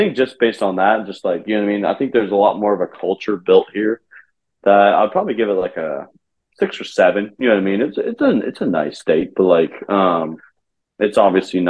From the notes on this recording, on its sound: It's a Zoom episode!